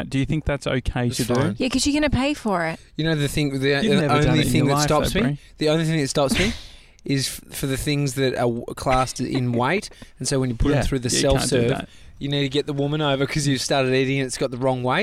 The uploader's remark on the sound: Live from the McDonald's carpark next to Melbourne Airport